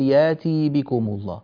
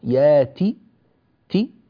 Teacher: ياتي، تاء مكسورة فقط ليس بعدها ياء · Shown in: second take · لا تقول ياتي بكم الله، ياتي بكم الله، ياتي تي فقط كسرة فقط خطف هكذا، لا تأتي بها بالإشباع والمد والمط، هذا غير صحيح.